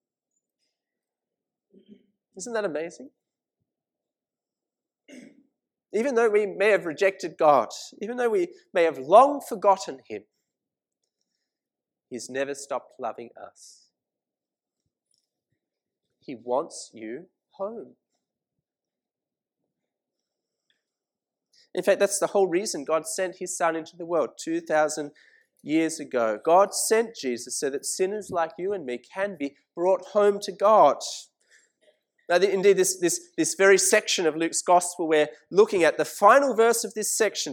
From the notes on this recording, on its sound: This sermon was preached at St Mary's Cathedral, KL on 19th August 2018.